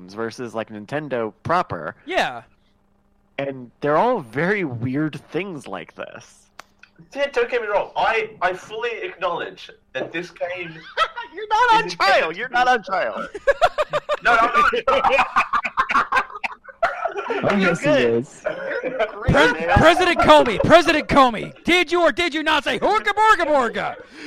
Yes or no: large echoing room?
no